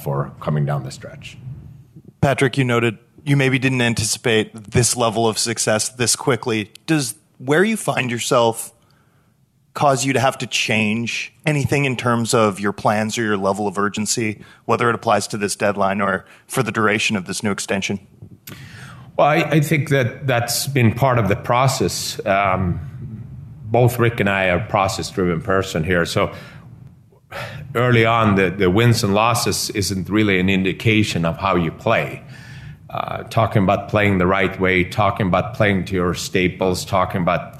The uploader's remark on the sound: The full press conference from this morning. By the Vancouver Canucks.